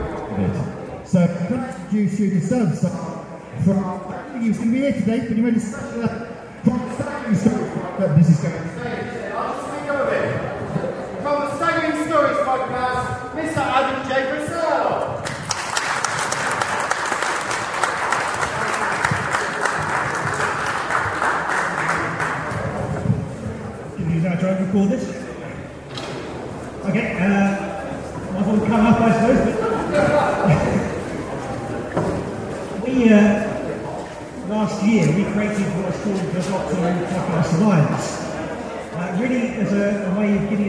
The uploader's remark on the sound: This episode was recorded at the Whooverville 2 Convention at the Midland Railway Centre in Ripley, Derbyshire. This episode was recorded at the Whooverville 2 Convention at the Midland Railway Centre in Ripley, Derbyshire.